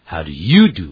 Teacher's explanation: 刻意强调您好吗，How do you do?把这个 you 呢特别强调一下。